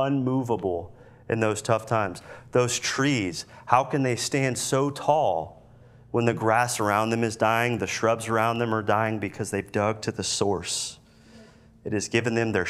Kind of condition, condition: setting, large echoing room